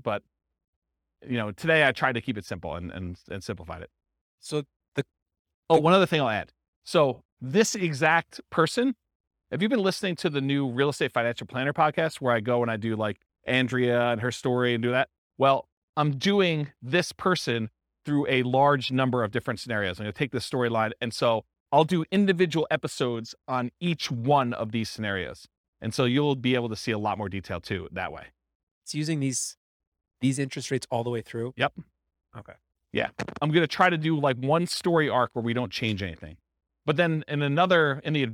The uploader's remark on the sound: This was a live class recorded